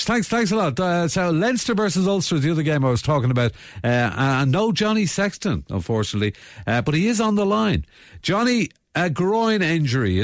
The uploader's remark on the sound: on the line this morning